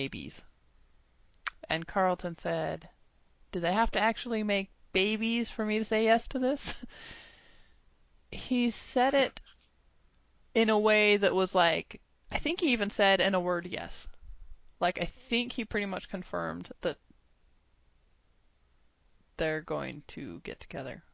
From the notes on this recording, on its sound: Even if our recent audio troubles followed us here.